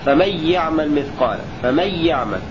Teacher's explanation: هكذا يروي خلف بترك الغنة في النون الساكنة والتنوين مع الواو والياء